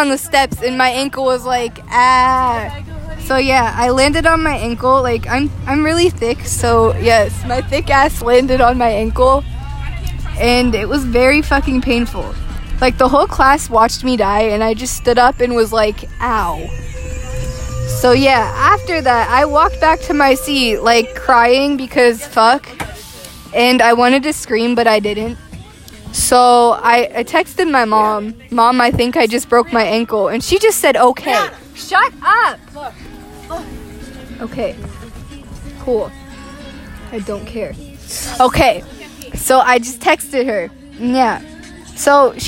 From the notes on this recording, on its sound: Recorded on a bus.